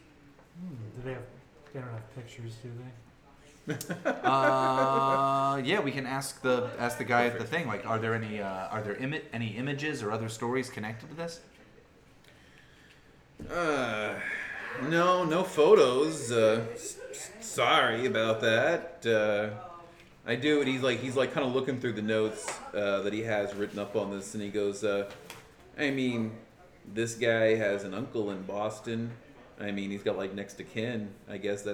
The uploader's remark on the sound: Live from CondoCon